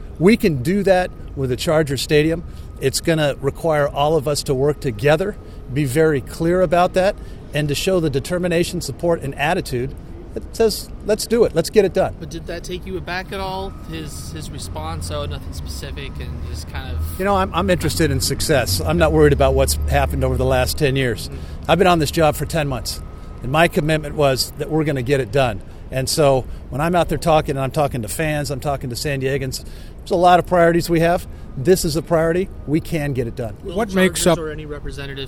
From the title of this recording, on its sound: Stadium Press Conference